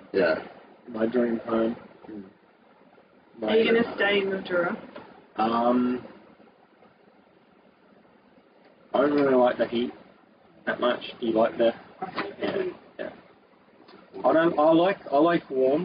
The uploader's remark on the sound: Sorry about the audio but the studio is a shed and the air con was needed.